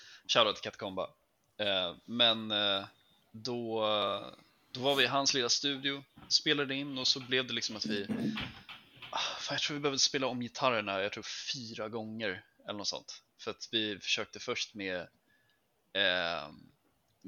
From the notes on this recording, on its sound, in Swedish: Vi ber om ursäkt för att ljudet inte är on point, men vi hade helt enkelt inte tid att fixa det och har precis bytt plattform för att spela in på.